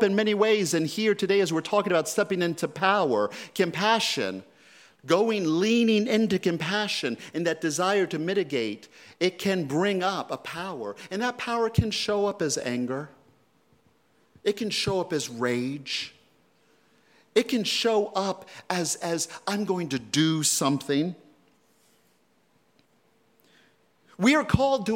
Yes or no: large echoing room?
yes